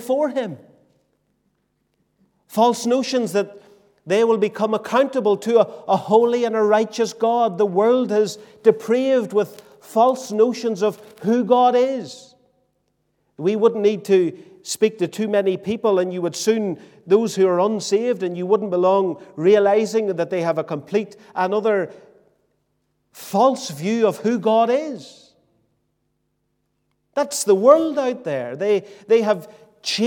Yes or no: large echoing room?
yes